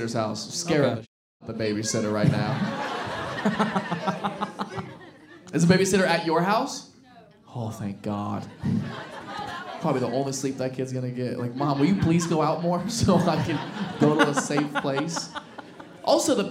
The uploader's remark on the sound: CROWD WORK SHOW. Live Show Start & Audience Pranks. This episode was filmed in front of a live audience.